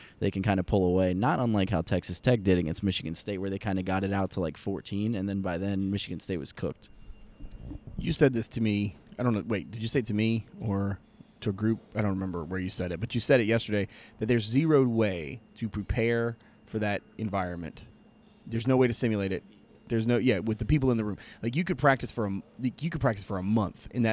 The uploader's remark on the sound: Live From the Final Four